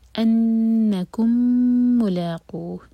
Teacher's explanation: میم پر غنہ، یہاں پر ادغام شفی ہو رہا ہے، میم اور میم کنیکٹ ہو رہے